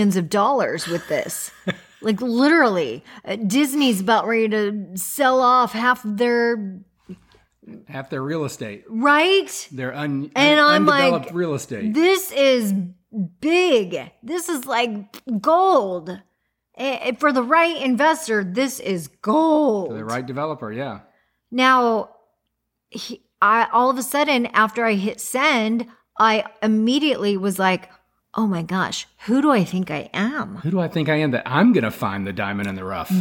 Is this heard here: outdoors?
no